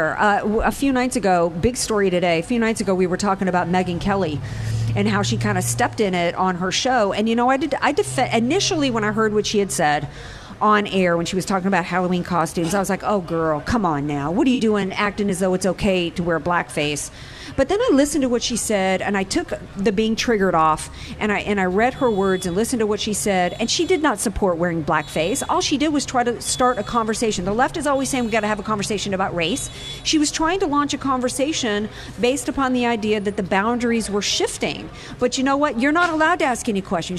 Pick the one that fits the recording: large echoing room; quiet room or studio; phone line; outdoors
outdoors